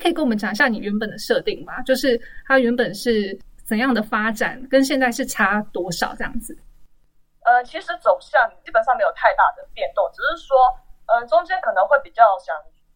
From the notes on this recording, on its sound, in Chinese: 因為年初突發的疫情改為遠端錄音，品質不佳之處，請大家多多見諒